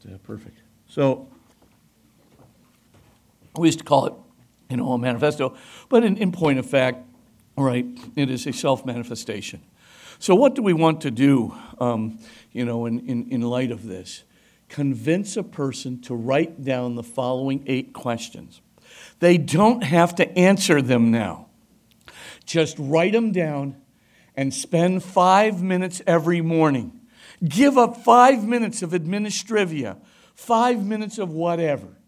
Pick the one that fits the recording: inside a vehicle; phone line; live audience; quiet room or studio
live audience